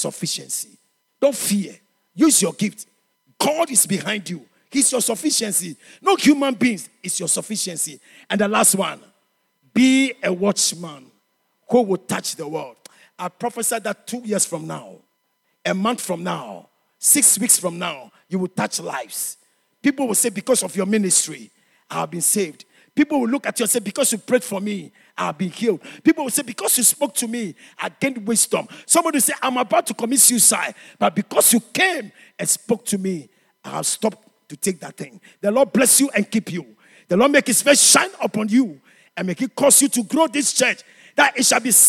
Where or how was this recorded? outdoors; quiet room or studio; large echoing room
large echoing room